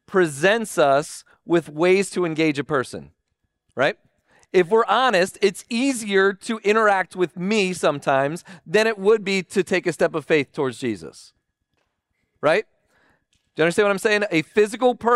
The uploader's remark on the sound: Recording of Sunday gathering on Nov 19th, 2023.